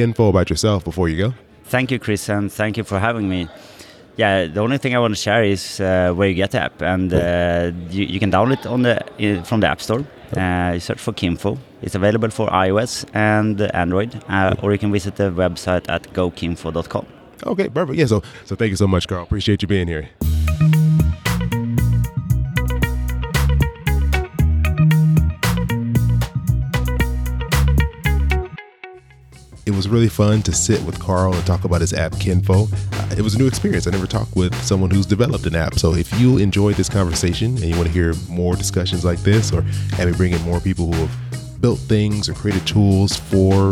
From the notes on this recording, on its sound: at a table in the middle of the FinCon conference floor